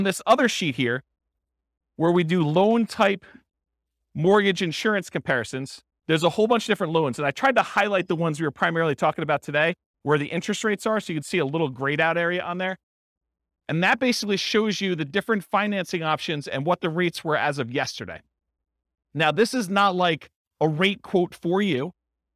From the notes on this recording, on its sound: This was a live class recorded